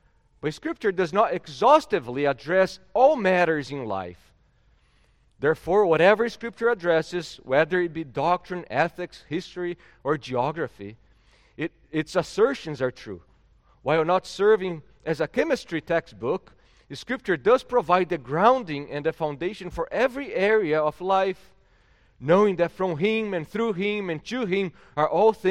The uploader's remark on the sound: at Gracious Cross Reformed Church Salem, September 19th 2021.